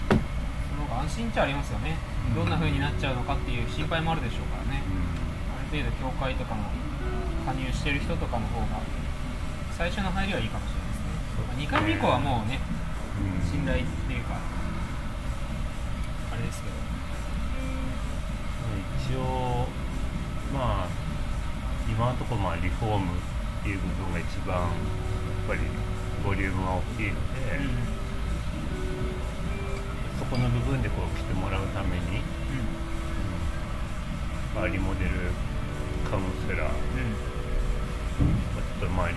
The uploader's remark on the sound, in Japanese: 飲食店での打ち上げトークのためノイズ多めでお送りしています。